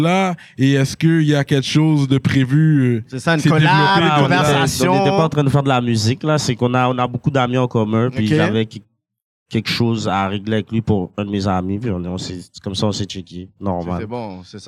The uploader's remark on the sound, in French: Une émission spéciale filmé en direct du Zoofest. Sur notre première expérience de show live.